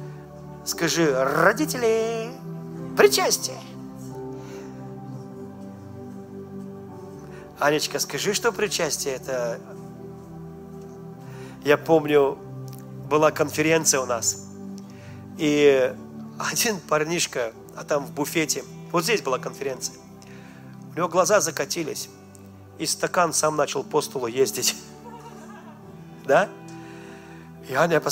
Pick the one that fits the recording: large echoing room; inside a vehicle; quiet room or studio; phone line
large echoing room